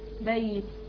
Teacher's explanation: اما حرف اللين فمخرجها محقق، يعني الياء الساكنه هتخرج من مكان مخرج الياء الساكنه اللي هو وسط اللسان